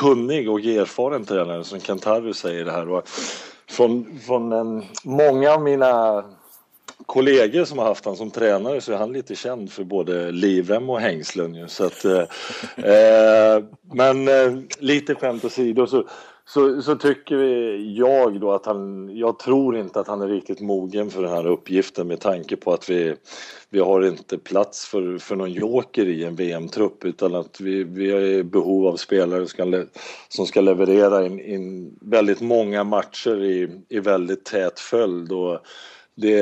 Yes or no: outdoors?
no